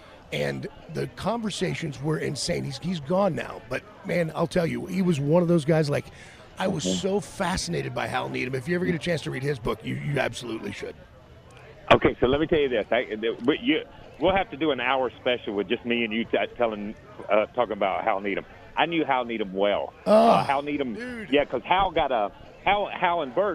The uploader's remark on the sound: LIVE FROM STURGIS.